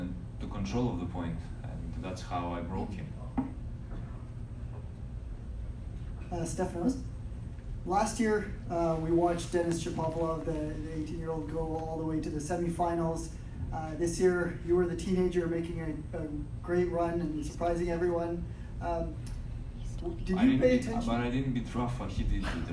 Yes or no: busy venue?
yes